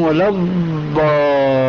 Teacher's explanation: هذه ضاد ليست إلا دالة مفخمة كما يقول علماء التجويد